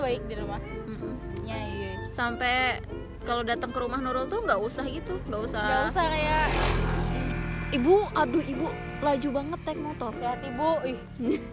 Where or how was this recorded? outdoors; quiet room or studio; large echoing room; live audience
outdoors